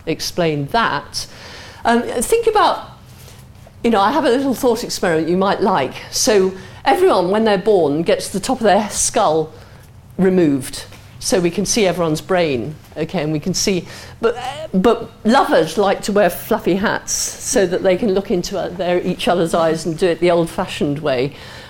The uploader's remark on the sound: answers questions from the audience